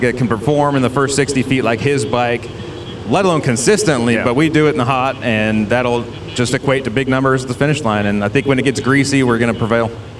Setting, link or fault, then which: setting, busy venue